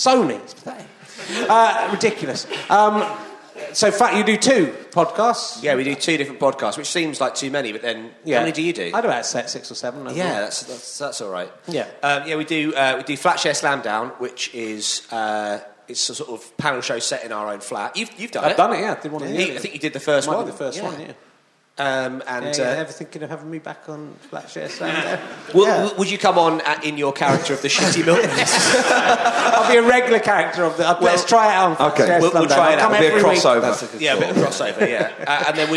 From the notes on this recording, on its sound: it's at the Machynlleth Comedy Festival in Wales and is at the packed Y Tabernacle.